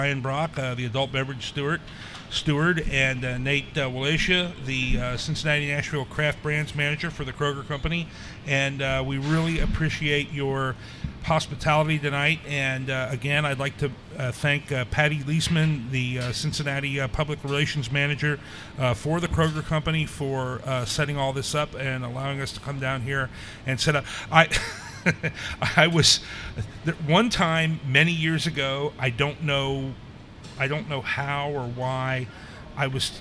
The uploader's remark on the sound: Live At The Kroger Oakley Station Growler Bar